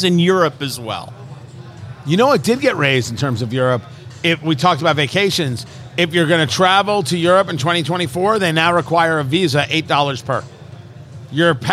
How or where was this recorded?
busy venue